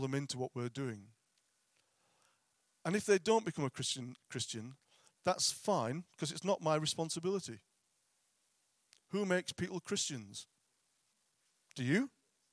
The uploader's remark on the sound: At King's Church, Cockermouth.